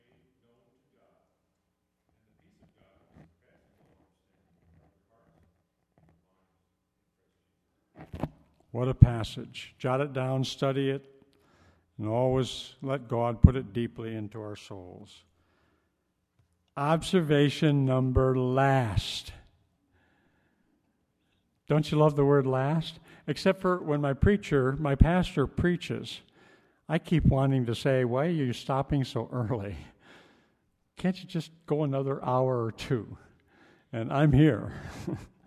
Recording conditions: large echoing room